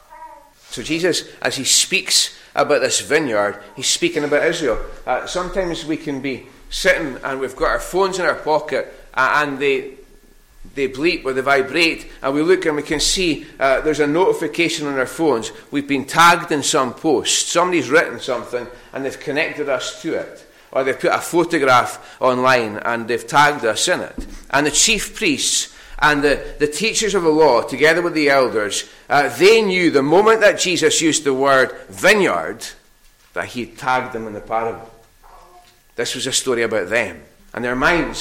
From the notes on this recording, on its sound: recorded at North Harris Free Church on the morning of Sunday 8th May 2022.